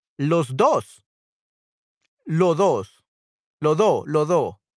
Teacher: Boricuas aspirate the S sound when it's located at the end of the syllable · Term: aspiration of the S